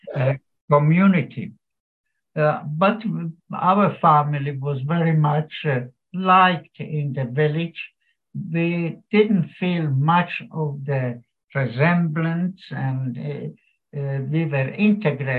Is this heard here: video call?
yes